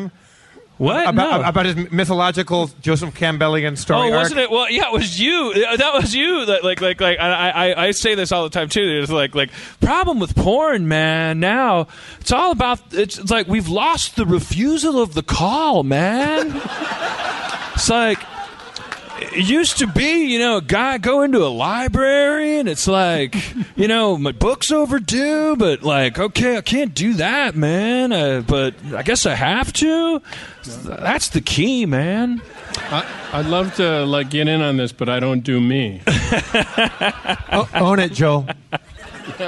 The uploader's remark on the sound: Live At Cobb's in San Francisco. Harmontown does the 13th annual San Francisco Sketchfest.